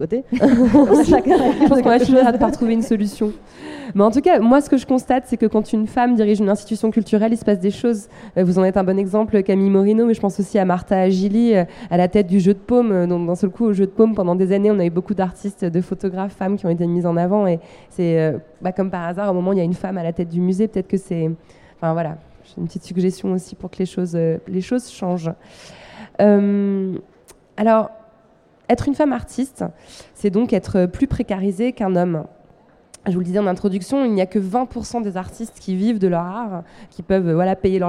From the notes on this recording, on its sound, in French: À Beaubourg. Lors d’un enregistrement public le 4 avril 2019 au Centre Pompidou.